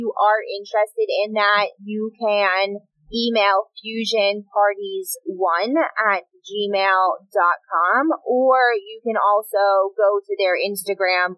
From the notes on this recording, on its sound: Listen in as we travel back from Boo, A Mindbender Production, recording in the car.